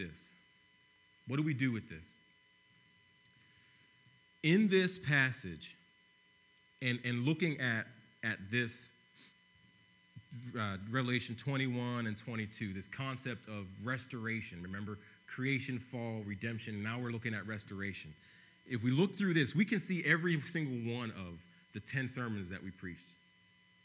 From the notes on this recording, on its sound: preached on November 22, 2015 at Veritas East